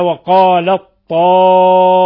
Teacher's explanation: واتفق القراء على إدغام التاء في الطاء في قوله تعالى وقال الطائفة، كل القراء سائر القراء العشرة اتفقوا على إدغام التاء في الطاء، وهذا يسمى إدغام صغير، لأن التاء أدغمت في الطاء، لأن التاء ساكنة والطاء متحركة، فأدغمت التاء في الطاء عند سائر القراء، وهذا محل إجماع.